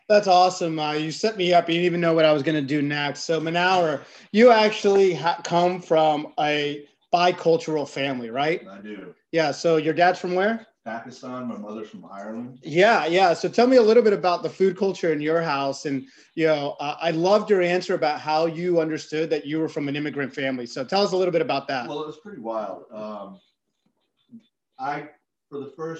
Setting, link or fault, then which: fault, poor microphone